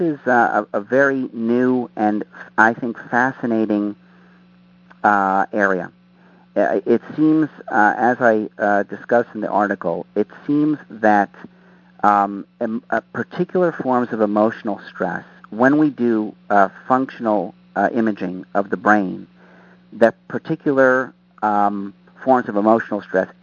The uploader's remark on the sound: Author in the Room® Teleconference